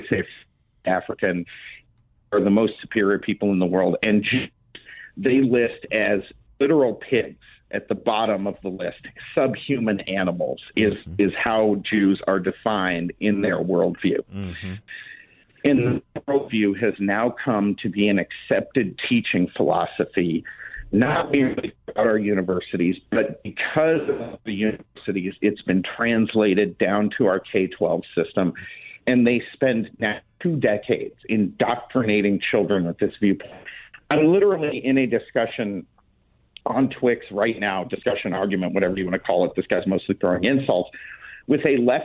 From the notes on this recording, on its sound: By phone for the full hour. 960 The Patriot.